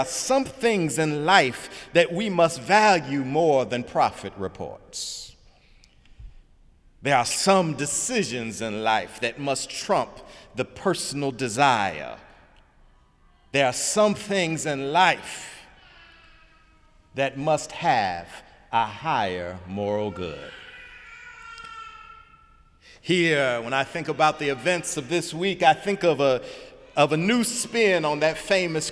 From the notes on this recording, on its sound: Sunday sermon March 4, 2018 in the Memorial Church of Harvard University